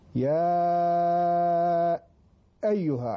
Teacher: فنمد الألف مدا جيدا أربع حركات، ونخرج الهمزة من مخرجها مع الاعتناء بحركتها · Term: مد منفصل